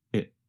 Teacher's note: The letter T in what changes to a sound closer to the letter D. And the word it goes by so fast that it becomes very reduced to just a vowel sound plus a very fast held T.